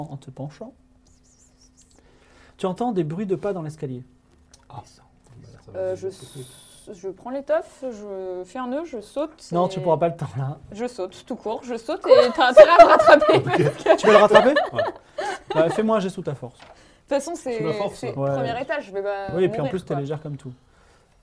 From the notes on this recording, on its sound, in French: enregistré en direct